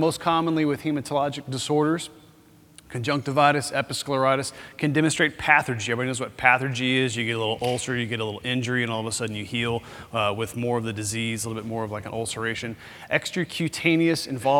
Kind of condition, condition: setting, busy venue